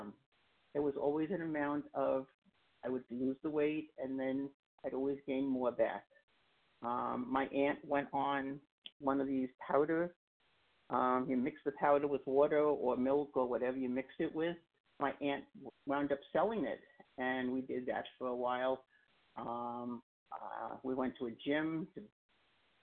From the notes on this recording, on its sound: 100 Pounders Phone Meeting